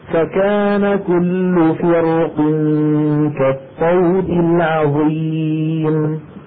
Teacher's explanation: ومنهم من قالوا لا، ولو نعم إن الكسر أضعف حرف الاستعلاء لكنه ما أثنى قوته بالكلية، أضعفه ولكن القاف ما زالت مستعلية وما زال فيها قوة تؤثر على جارتها وهي الراء فتشدها إلى أعلى وتفخمها